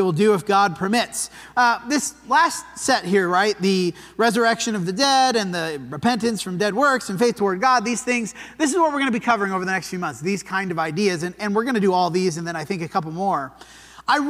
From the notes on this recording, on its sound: This sermon was preached at the Dewey Church of Christ on August 27, 2023.